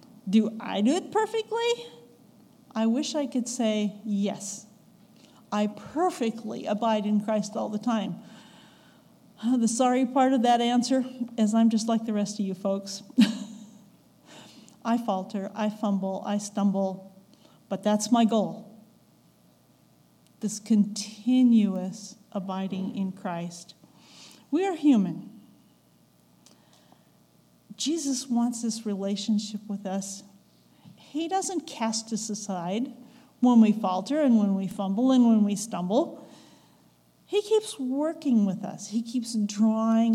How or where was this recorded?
large echoing room